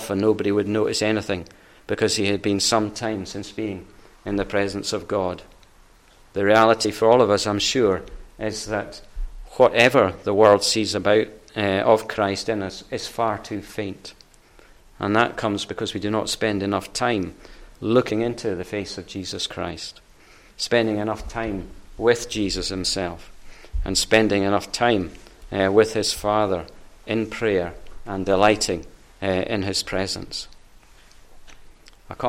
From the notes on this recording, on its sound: recorded at North Harris Free Church on Sunday evening 9th January 2022